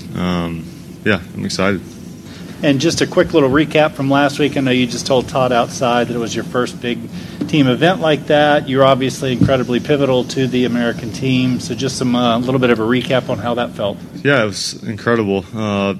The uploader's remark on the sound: "LIVE" INTERVIEWS FROM THE SANDERSON FARMS CHAMPIONSHIP. The Sanderson Farms Championship in Jackson, Mississippi.